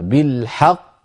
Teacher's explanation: أنت تنطق قافين، قاف مدغمة وقاف مقلقلة